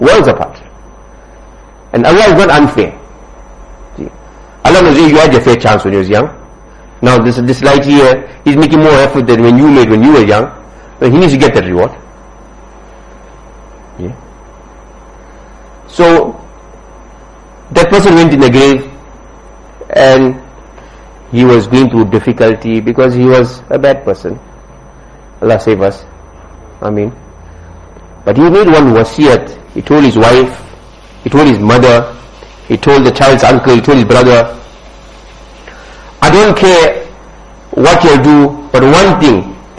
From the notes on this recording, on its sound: Jumuah lecture at Musalla Mus'ab bin Umayr